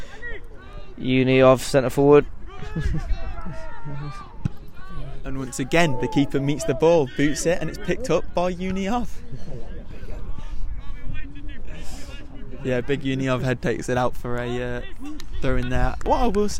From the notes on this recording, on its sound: The LSR team go LIVE from Boddington Football Hub.